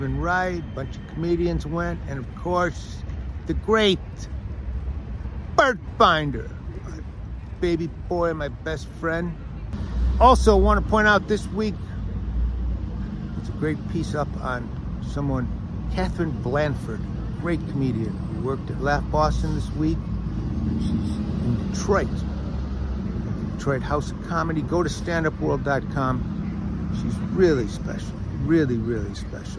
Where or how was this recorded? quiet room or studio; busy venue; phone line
busy venue